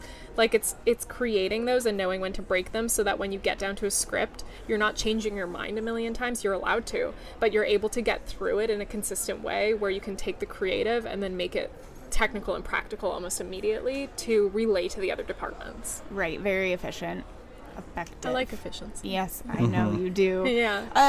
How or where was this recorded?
busy venue